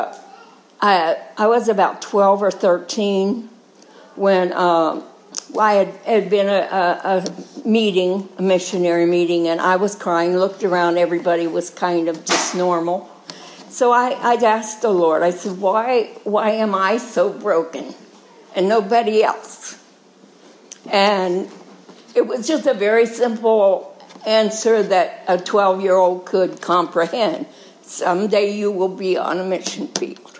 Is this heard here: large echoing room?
yes